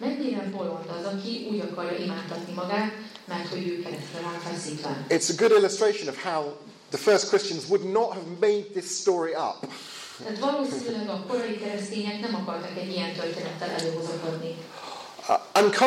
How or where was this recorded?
live audience